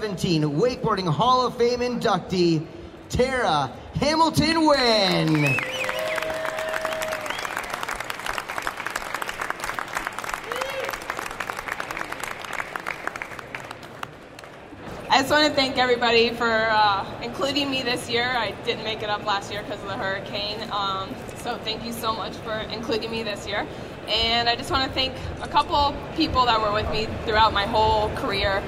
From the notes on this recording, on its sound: Recorded live from the September 2018 Surf Expo, it’s the induction ceremony from the Wakeboarding Hall of Fame.